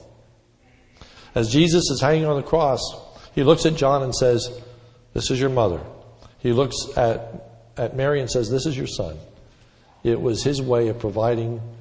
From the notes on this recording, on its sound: This sermon was recorded om Mother’s Day 5/09/10 in the morning service.